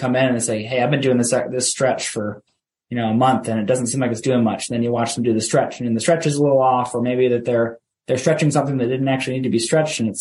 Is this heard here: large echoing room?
no